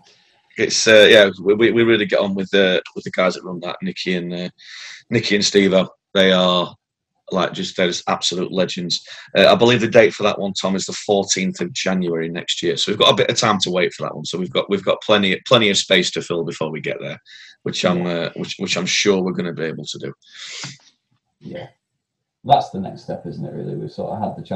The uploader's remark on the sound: Recorded on Zoom